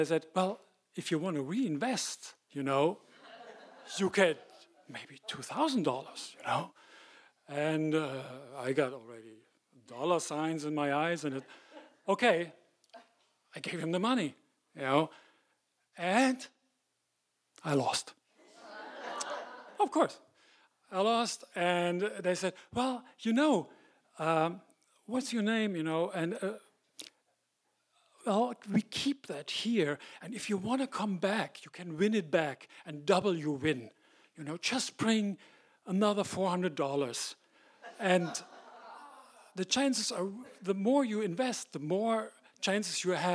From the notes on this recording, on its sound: These stories were recorded in front of a live audience on August 14th, 2018 at Wellfleet Preservation Hall in Cape Cod, Massachusetts.